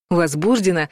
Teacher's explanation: Если вы услышали ударение на втором слоге «возбуждено», возможно, перед вами полицейский, юрист